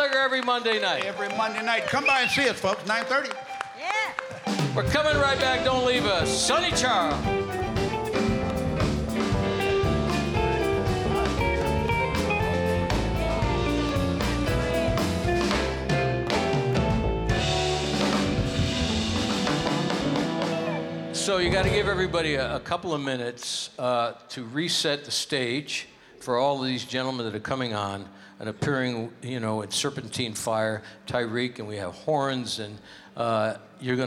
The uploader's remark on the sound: Live at the South Point Casino